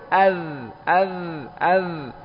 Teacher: Rokhwah mengalirnya suara. Ya, jadi suara mengalir, nafas tertahan